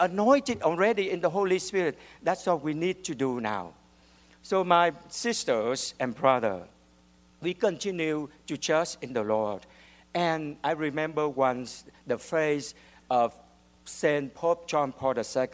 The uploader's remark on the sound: the audience laughs at his amusing behavior